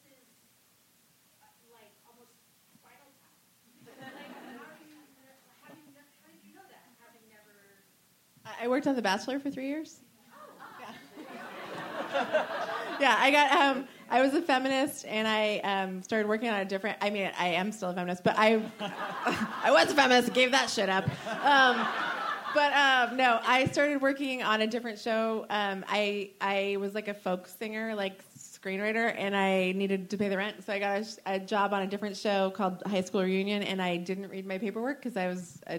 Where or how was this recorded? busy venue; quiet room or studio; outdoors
busy venue